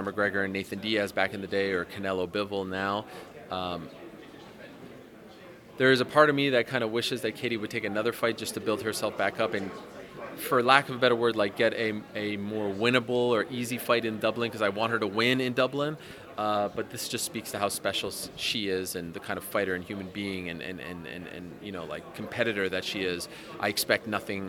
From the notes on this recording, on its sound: at the launch press conference